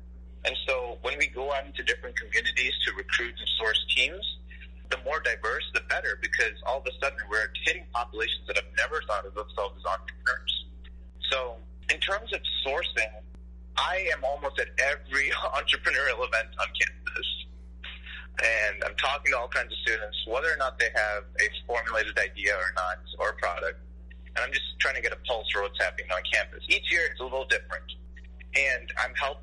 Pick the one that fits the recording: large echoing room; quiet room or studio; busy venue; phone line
phone line